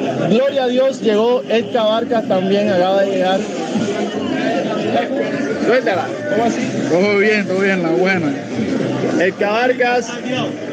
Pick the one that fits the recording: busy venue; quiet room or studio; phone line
busy venue